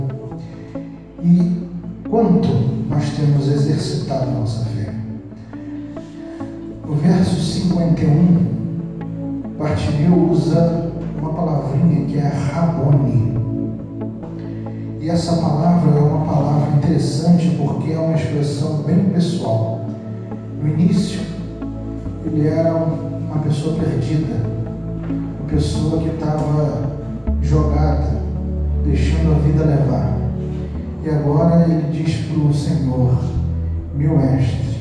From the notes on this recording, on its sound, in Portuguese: As mensagens foram gravadas na Igreja Batista Central em Jardim Amendoeira, São Gonçalo - RJ.